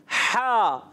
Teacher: ہا ادا ہوتا ہے حلق کے درمیان والے حصے سے